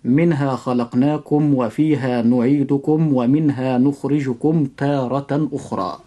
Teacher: يجب إظهار الميم الساكنة إظهارا شفويا، وخاصة عند هذا الحرف وهو الواو. فنقول: منها خلقناكم وفيها، فلا يصح أن ننطق حرف الميم بالإخفاء الشفوي فنقول منها خلقناكم وفيها، ولا يصح أيضا أن ننطق حرف الميم في كلمة نعيدكم بالإخفاء الشفوي أيضا فنقول وفيها نعيدكم ومنها، وهكذا المثال مع كلمة نخرجكم.